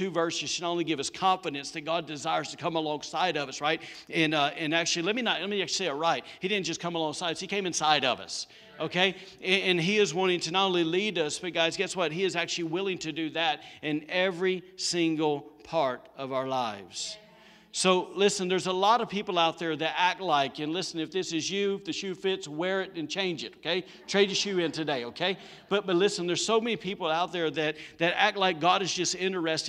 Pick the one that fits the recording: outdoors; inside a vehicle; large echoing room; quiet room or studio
large echoing room